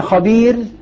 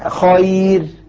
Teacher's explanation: الأولى مادية لأن قبلها مكسور والثانية لينة لأن قبلها مفتوح